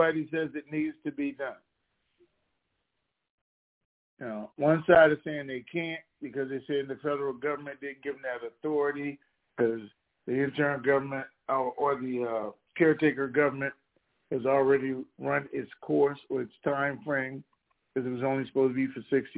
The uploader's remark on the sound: TNTSuperfantastic Conference Call